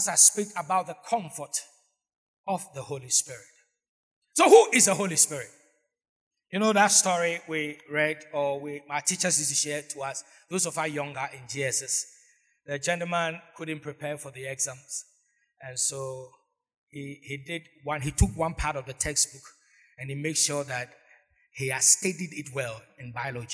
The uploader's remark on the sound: Sermon preached at CBC Shiashie Campus